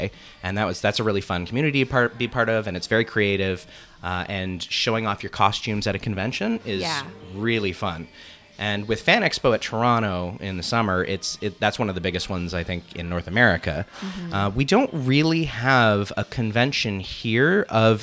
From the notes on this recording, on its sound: live at Goldies Convenience in DTK